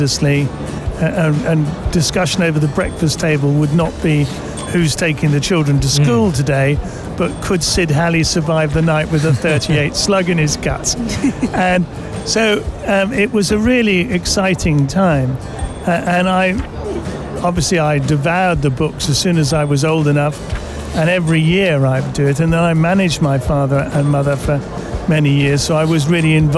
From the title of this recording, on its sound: Live from SIBF 2023